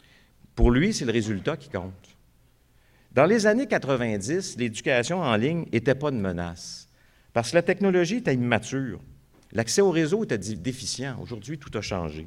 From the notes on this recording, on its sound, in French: Conférence de clôture du colloque 2017 de l'AQPC, à Montréal.